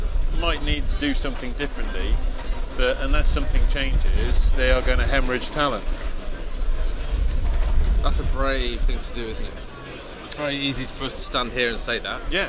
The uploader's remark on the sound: From The Black Friar, London, UK. Brave the cold outside one of London's oldest pubs.